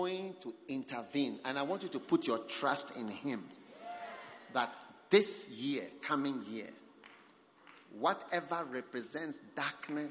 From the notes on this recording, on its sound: Preached at the Christmas Service, First Love Center.